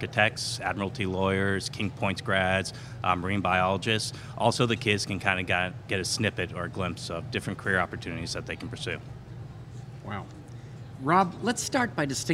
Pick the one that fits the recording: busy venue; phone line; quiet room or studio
busy venue